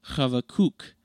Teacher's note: The Hebrew name is pronounced Habakkuk, in which the last syllable is emphasized.